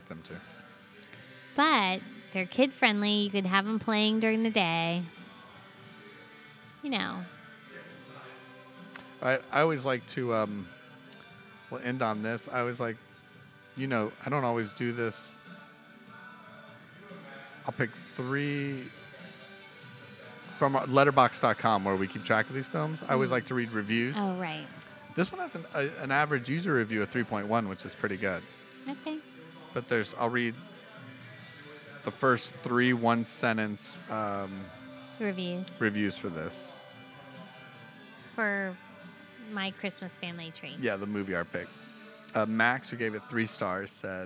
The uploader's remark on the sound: This episode was recorded on a warm winter's night in Tampa, Florida at The Pour House